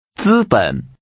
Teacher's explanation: The tones are high level and falling rising.